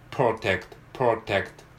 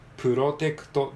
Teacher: PR と連続で子音が続きますので、えー、途中に母音は入りませんね